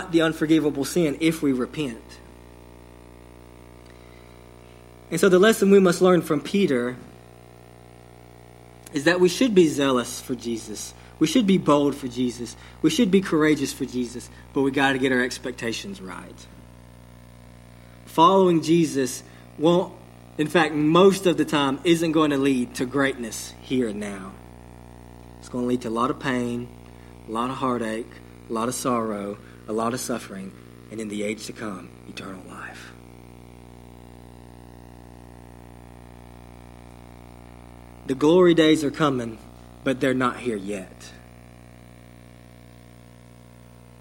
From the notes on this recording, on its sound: Sermon delivered to Cottondale Baptist Church in Eastman, GA on 11/28/21. Sermon delivered to Cottondale Baptist Church in Eastman, GA on 11/28/21.